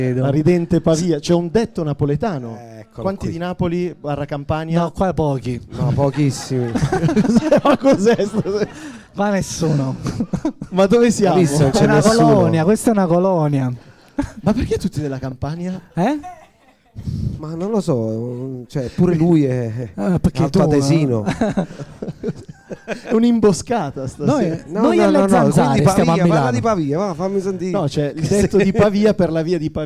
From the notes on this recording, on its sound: Registrazioni LIVE al GhePensiMi e partecipare come pubblico (ingresso gratuito fino a esaurimento posti). Live dal GhePensiMi.